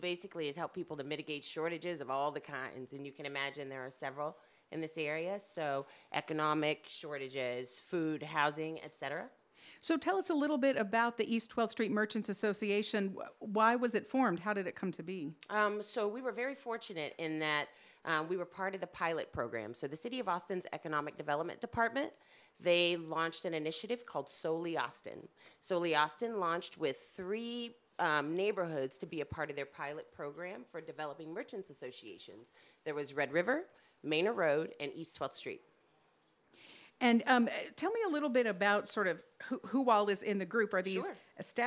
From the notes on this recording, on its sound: At a live broadcast during Morning Edition from the Urban Co-Lab on 12th and Chicon streets. This is an excerpt from the entire broadcast.